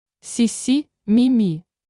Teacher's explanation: Долгий и, рот растянут.